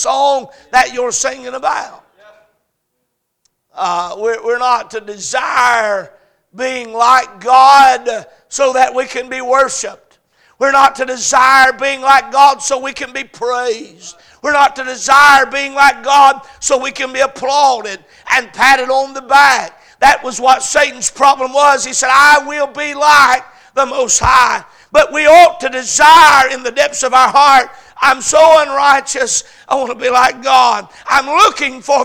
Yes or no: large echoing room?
yes